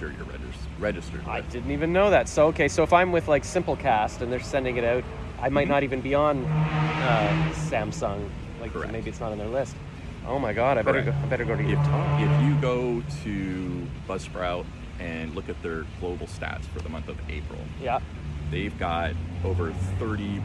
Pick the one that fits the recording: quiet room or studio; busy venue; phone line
busy venue